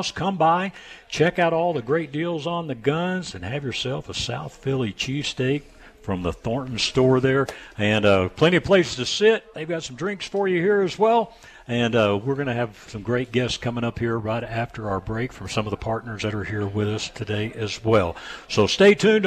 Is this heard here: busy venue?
yes